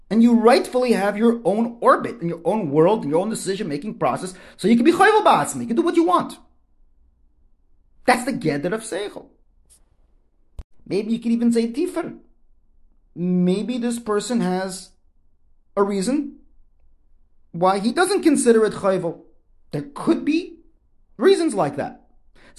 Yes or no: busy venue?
no